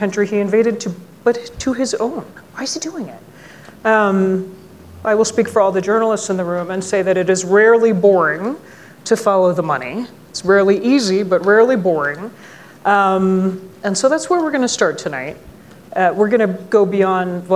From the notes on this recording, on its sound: on stage at the Aspen Ideas Festival